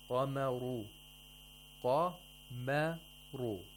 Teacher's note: We have one letter that is pronounced with tarqiq in between two letters that are pronounced with tafkhim.